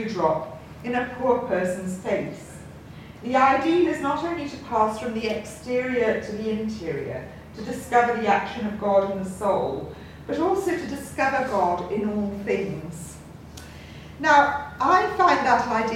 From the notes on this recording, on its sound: At The Loyola Institute, Trinity College Dublin. To a packed audience.